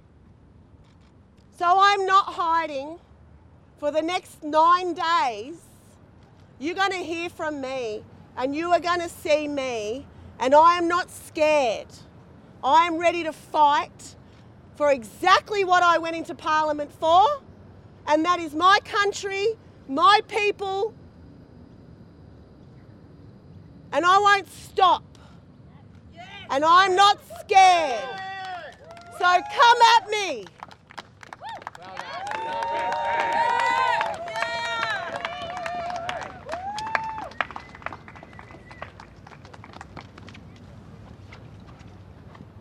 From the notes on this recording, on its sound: At a media conference outside the Exhibition Gardens. VCA MelbUni Strike Rally.